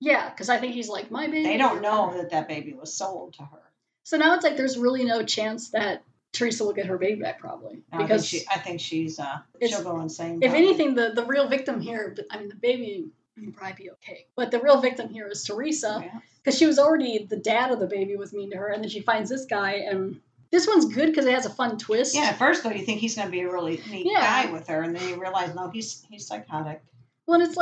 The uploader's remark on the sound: Sorry about the sound quality.